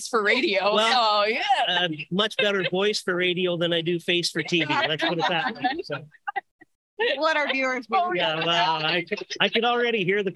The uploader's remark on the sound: at the Manitoba Barrel Racing Finals (Fall 2022)